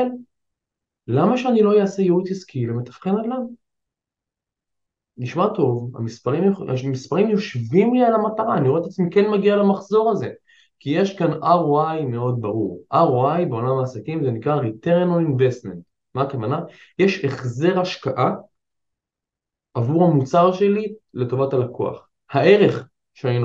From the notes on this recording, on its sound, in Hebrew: אני בהרצאת ZOOM.